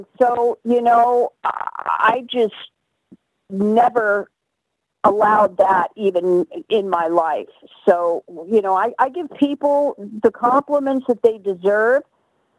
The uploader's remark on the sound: All 3 interviews were recorded by phone in the midst of the COVID-19 pandemic.